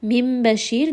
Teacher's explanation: This is going to be إِقْلَاب. So we are changing that noon into a meme. You can see that there is a small meme on top of the noon.